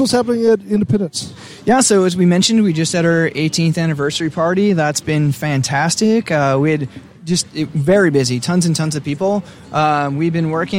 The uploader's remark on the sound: We go live at the Second Annual East West Beer Fest - an Austin-exclusive event where 10 local breweries bring their best east coast and west coast style IPAs.